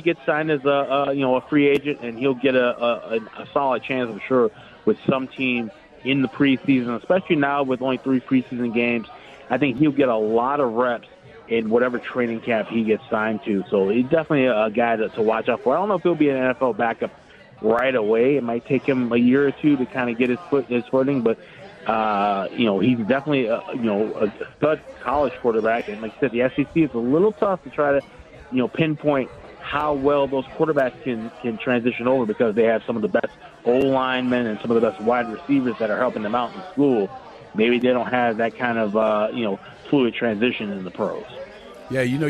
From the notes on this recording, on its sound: "Live" from #PSBRlaw Studios in Las Vegas it's #HumpDayHappiness at Steiner's Pub with SportsXradio